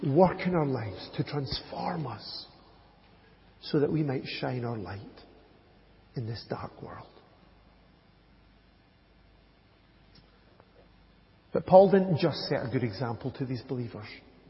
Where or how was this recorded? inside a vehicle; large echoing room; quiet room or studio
large echoing room